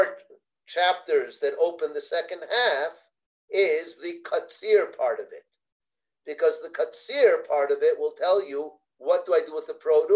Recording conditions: video call